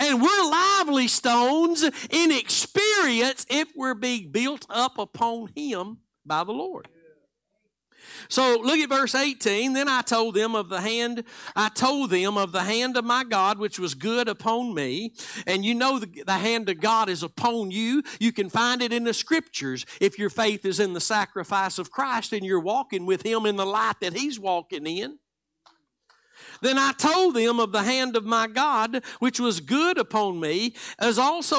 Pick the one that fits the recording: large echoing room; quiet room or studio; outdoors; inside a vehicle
large echoing room